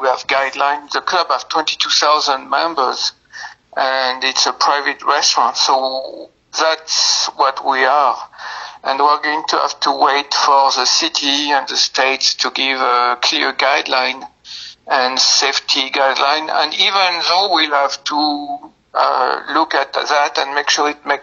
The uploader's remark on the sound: This first part was conducted via phone